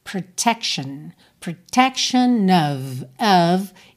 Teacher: Protection, atenção também à pronúncia dessa palavra, porque a gente tem essa terminação, olha, outro sufixo aí, né? T-I-O-N, que a gente não fala chion, chion, tá? Fica shen, shen. Então, protection, protection of, esse é o F sempre com som de of, tá?